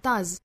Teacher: 注意 does 这个单词后面的这个 s 对应的发音应该是一个浊音的，读成 does。当然这个词要做弱读的话呢，应该是 does,does，但是在这句话里这个词要做重读的，所以我们读成 does,does。好，发音部分我们就讲到这儿。我们来看这句话的意思。